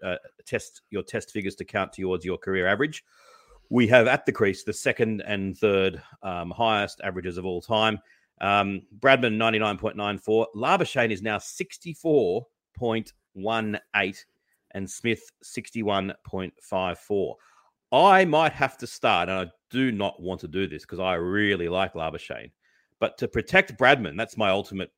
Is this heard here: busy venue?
no